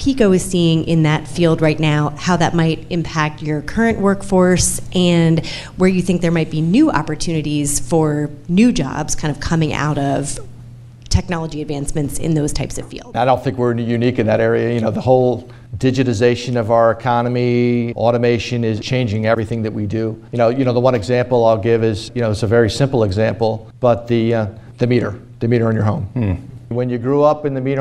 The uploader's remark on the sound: In front of a live studio audience at PECO’s headquarters in Philadelphia.